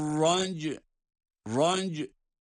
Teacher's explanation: Cim galgalesiyle, sonra da cezimli bir ayin oraya ilave edeceğiz.